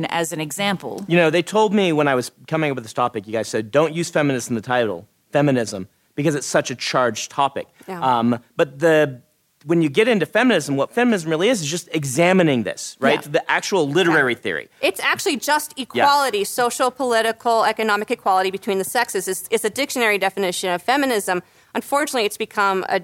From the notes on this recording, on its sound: Live-audience session. This episode was recorded live at LTUE.